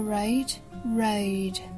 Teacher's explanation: 双元音一定要发到位啊，从 a 到 u 的滑动